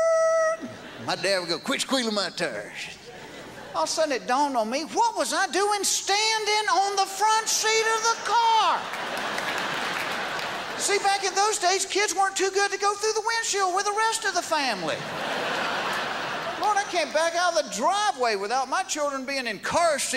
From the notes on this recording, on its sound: At the 2001 Just for Laughs Festival in Montreal.